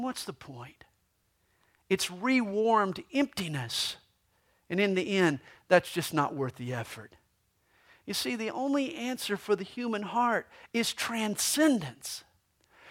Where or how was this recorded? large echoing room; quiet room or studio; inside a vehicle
large echoing room